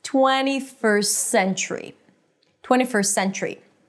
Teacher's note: I say it fast and I put the two words together, combining them with one S.